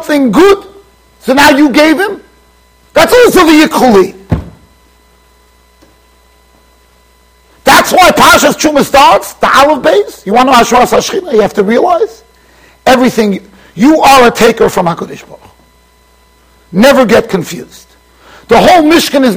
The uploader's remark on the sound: Shiur recorded in Yeshivas Ohr Reuven, Monsey NY.